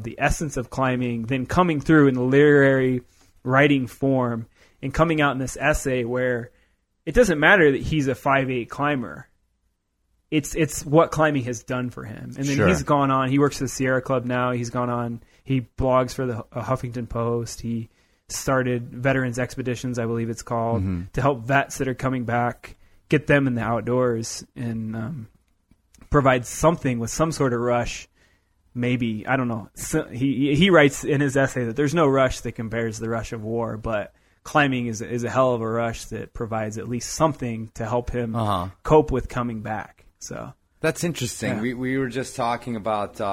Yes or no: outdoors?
no